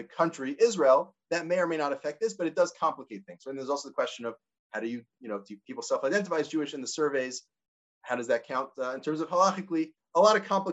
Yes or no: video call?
yes